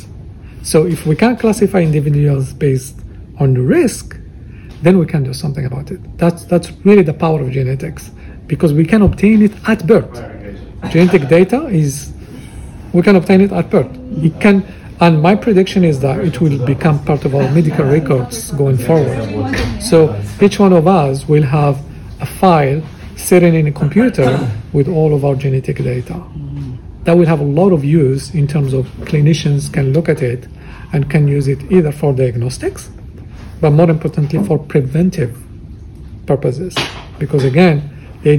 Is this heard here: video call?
no